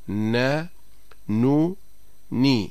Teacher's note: مخرج النون من طرف اللسان مع ما يحاذيه من اللثة العليا، مع اشتراك الخيشوم، أي تصاحبهما غنة من الخيشوم